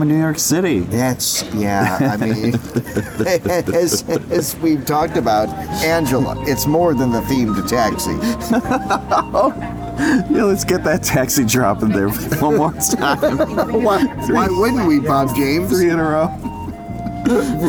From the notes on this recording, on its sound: Beatlefest 2023 Part 2: Live from the Fest Floor.